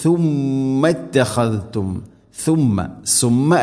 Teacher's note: സുമ്മ നമ്മുടെ നാവിൻ്റെ അറ്റം മുൻപല്ലുകളുടെ ഇരുനിരകൾക്കിടയിലൂടെ അല്പം പുറത്തോട്ട് വരണം, അതാണ് സുമ്മ.